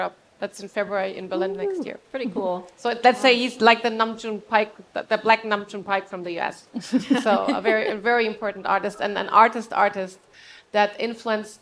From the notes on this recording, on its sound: This Electronic Beats Podcast takes a different trajectory to our usual hosted format and this time we offer a panel talk discussion from the Equal eSports Festival at Digital X in Cologne.